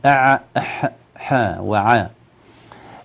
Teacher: كلاهما مخرج واحد، الحاء والعين من وسط الحلق